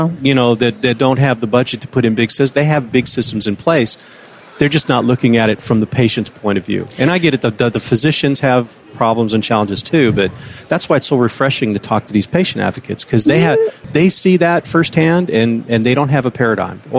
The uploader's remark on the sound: The episodes were broadcast live in CTGHS’s booth at the The HIMSS15 Annual Conference and Exhibition. The interviews were recorded.